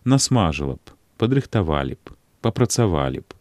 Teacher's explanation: Згодна з маўленчымі нормамі, пасля словаў на галосны, памянёныя службовыя словы падкарочваюцца, трацяць свой галосны.